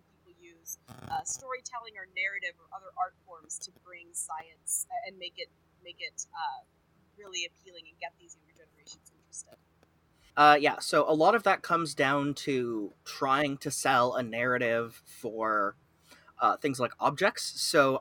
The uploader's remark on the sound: Audio is pretty rough for the first few minutes of this episode - it does improve about 5 minutes in! Looks like it's time to invest in a new microphone.